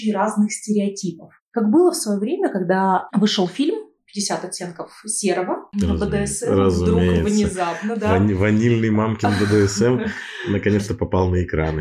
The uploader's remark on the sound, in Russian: Я прошу прощения за качество звука в этом эпизоде. Это была экспериментальная запись ночью у меня дома.